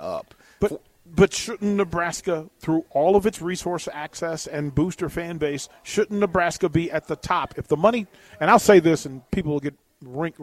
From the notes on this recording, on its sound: Live from Tanner's